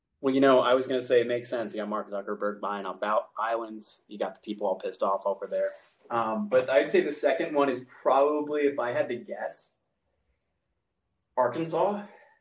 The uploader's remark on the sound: Apologies for any technical deficiencies in the recording. I used a new recording tool and ran into some issues.